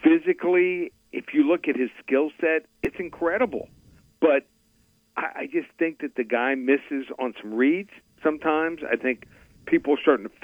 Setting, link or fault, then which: link, phone line